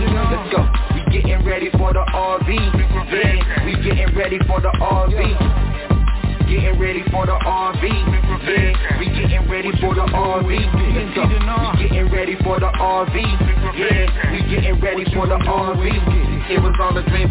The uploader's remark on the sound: TNTSuperfantastic Conference Call